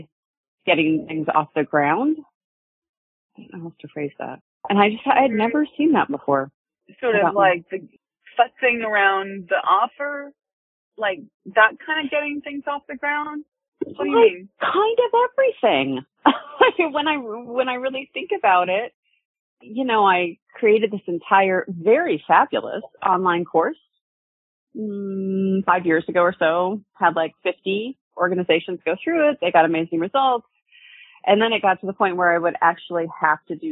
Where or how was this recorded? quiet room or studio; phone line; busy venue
phone line